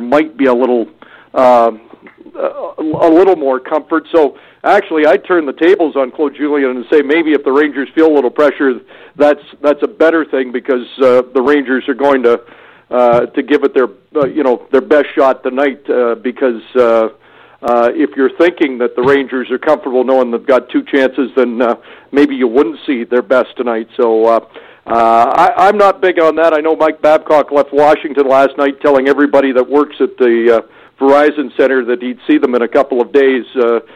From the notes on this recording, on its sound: we take your phone calls